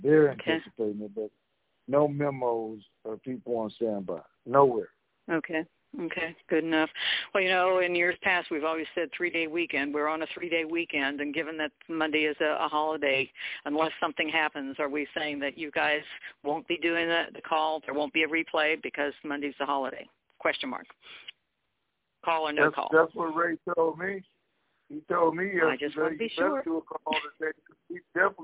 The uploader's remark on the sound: TNTSuperfantastic Conference Call